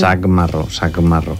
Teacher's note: I aleshores el que fa és, que era sac, el que fa és la K, la C, que és pronunciada com una K, l'arrossega, li dona sonoritat. I aleshores és, l'equivalent és la G.